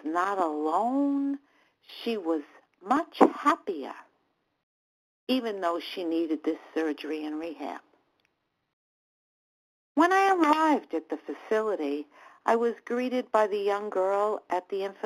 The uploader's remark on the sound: 100 Pounders Phone Meeting